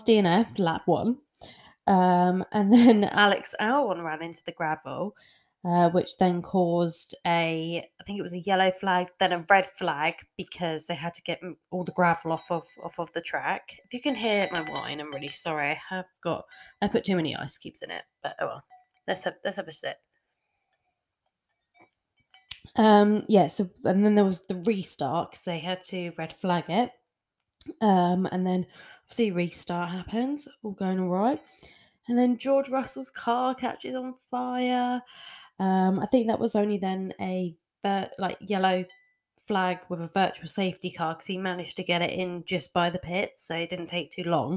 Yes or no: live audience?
no